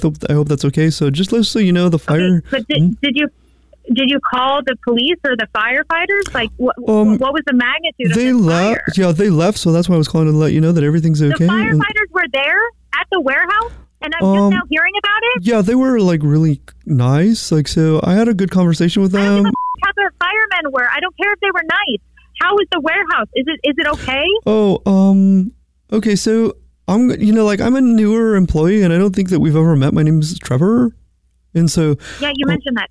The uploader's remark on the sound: Phone Prank